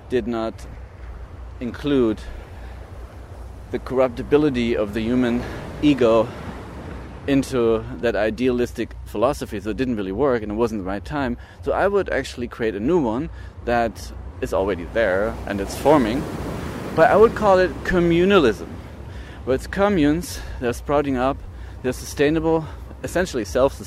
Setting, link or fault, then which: setting, outdoors